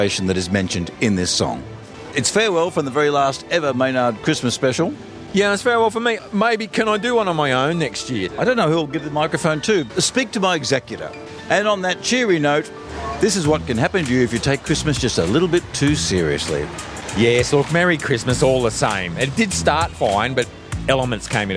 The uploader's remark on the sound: Xmas show from outside his local bottle shop